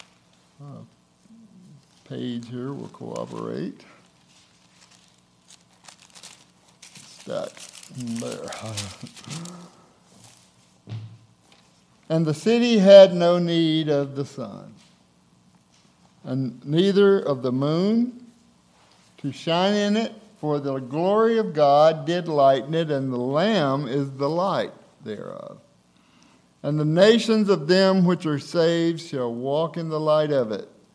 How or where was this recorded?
large echoing room